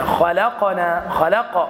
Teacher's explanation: إذا قلت ولقد خطأ، لأنك ضيعت حكما، وهذا الحكم مكرر أيضا في الكلمة الثانية خلقنا، خلق انظر إلى القاف مقلقلة أيضا